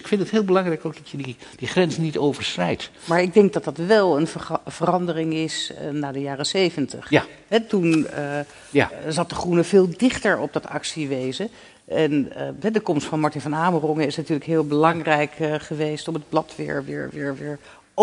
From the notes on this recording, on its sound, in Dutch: In deze podcast, opgenomen tijdens het lustrumfeest van het blad.